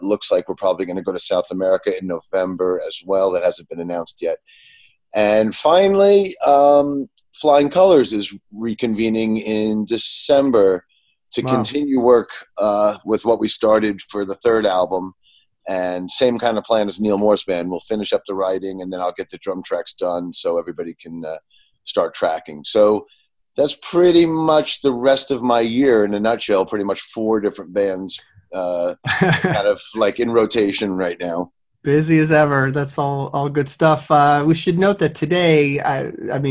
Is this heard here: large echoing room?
no